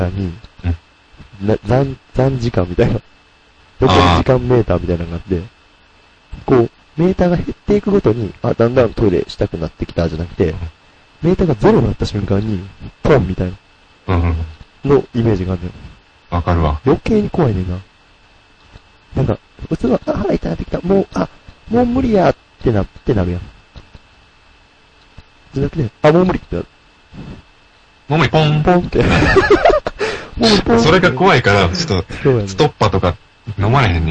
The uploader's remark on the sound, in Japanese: 楽しく話をしていますが、録音ミスで音割れがひどいです。